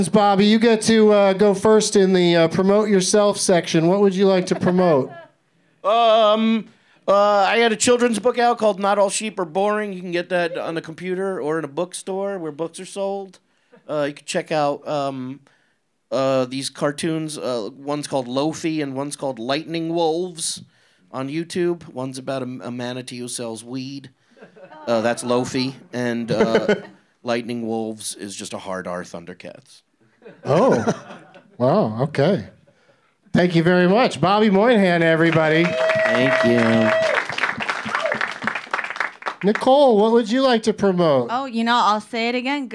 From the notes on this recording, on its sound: Live from the Dynasty Typewriter in Los Angeles